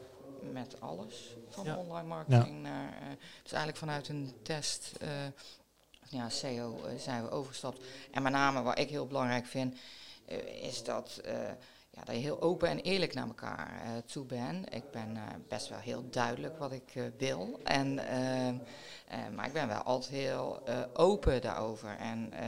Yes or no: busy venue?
yes